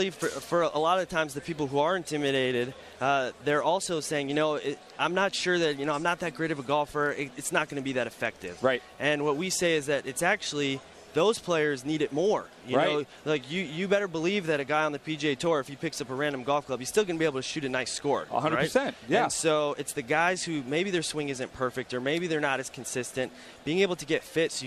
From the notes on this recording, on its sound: Live on Sirius XM PGA TOUR Radio. Live Fitting Room from the Callaway Booth at the PGA Show in Orlando, Fl.